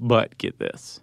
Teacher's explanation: I even ended it with some vocal fry.